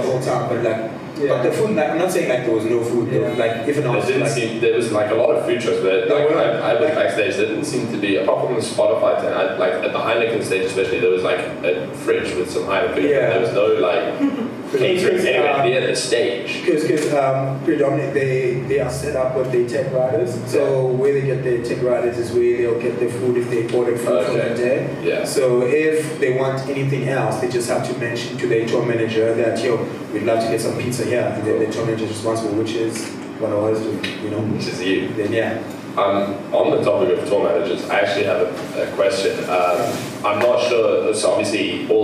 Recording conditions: poor sound quality